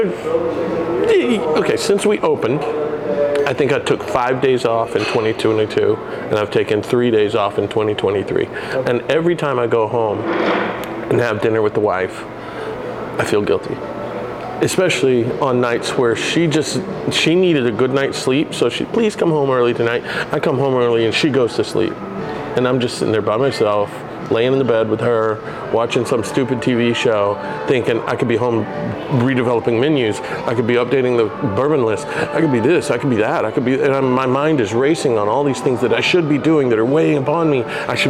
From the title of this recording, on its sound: LIVE” At Beaubeaux Bourbon & Biscuits